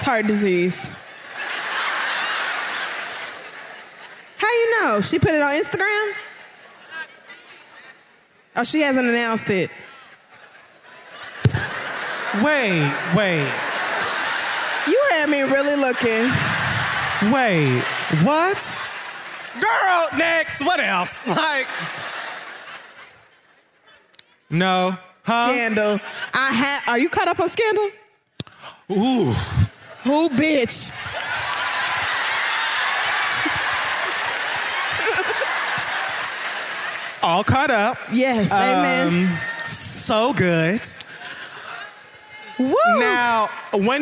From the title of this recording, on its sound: The Read Live! Washington D.C.